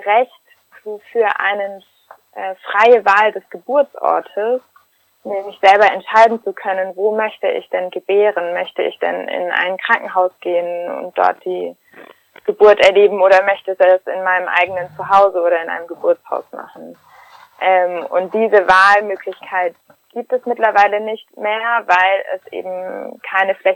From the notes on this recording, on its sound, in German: Ausnahmsweise mal nicht live, dafür wie immer mit tollen Gästen. Am Telefon.